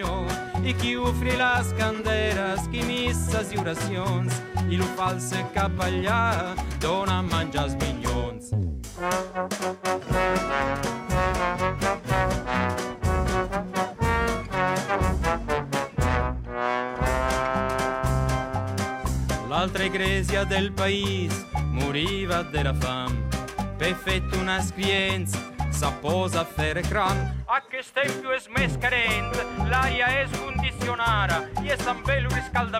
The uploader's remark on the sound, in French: Radio Grenouille au Festival Kouss Kouss 2023 - Le Monticole Culinaire. Le Grand Pastis délocalise son plateau et s'invite au Monticole Culinaire au Plan D'Aou.